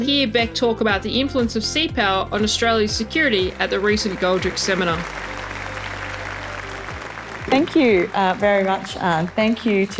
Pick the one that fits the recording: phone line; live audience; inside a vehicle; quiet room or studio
live audience